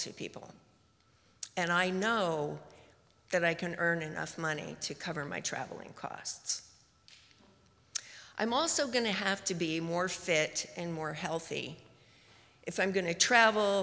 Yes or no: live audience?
yes